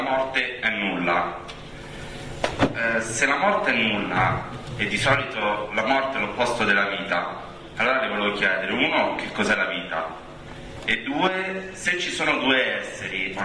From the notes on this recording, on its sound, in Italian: Dibattito con il pubblico